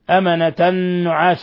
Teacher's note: تنوين فتح جاء بعده النون إدغام بغنة